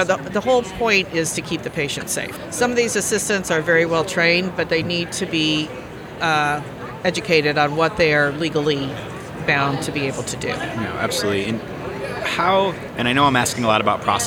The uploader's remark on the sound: live from Smilecon.